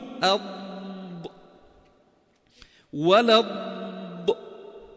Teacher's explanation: حافة اللسان تكون فيه بين الأضراس، إما على الجهة اليمنى وإما على الجهة اليسرى · Term: الضاد